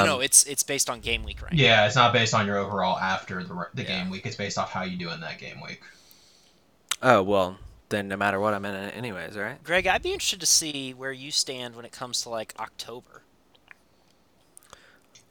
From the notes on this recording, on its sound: Apologies for any audio problems on today's podcast as there was a microphone issue during recording.